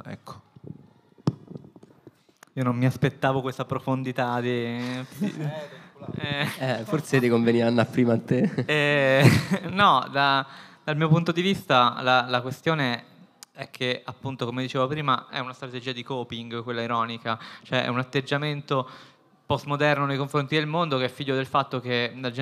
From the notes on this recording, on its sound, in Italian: puntate registrate live a Bologna lo scorso settembre